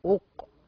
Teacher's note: أقسم، بعض الناس يقول أقسم يعني يضم القاف، لا، القاف ساكنة والهمزة مضمومة، فيأتي عند الهمزة ويضم الشفتين أق، ويأتي عند القاف ويرجع في وضع السكون أق مش أق.